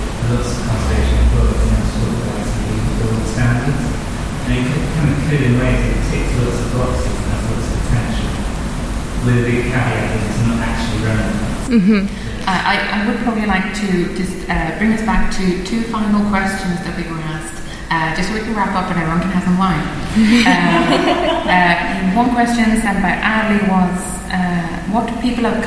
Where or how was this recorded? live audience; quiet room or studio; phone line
live audience